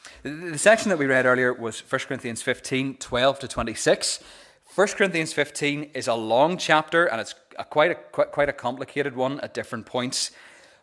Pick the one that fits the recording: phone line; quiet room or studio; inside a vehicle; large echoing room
large echoing room